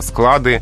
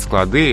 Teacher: Вот в значении помещения для хранения здесь только склад, только склады, и во множественном числе ударение остается на корне, на окончании не переходит · Shown in: first take · И вот в этом случае сказать склады – это очень грубая ошибка.